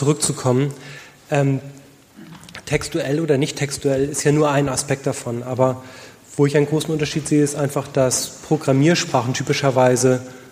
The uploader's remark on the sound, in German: Der SoftwareArchitekTOUR-Podcast ging tatsächlich auf Tour und besuchte die rheinjug in Düsseldorf, um im Rahmen einer Podiumsdiskussion.